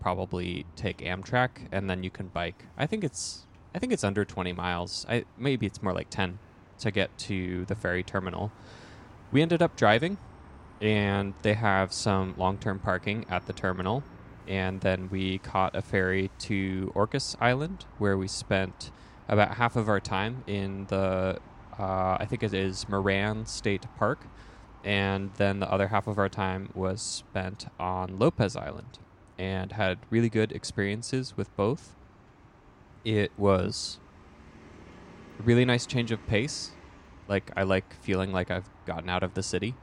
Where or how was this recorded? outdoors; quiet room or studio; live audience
outdoors